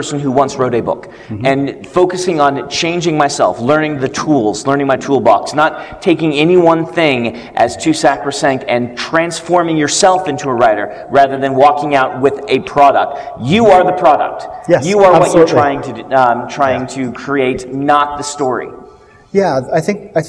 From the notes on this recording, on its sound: along with a live audience at Westercon 67